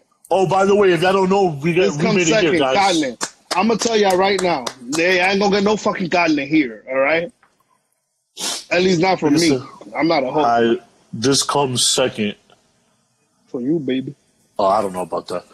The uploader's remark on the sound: via IG LIVE due to quarantine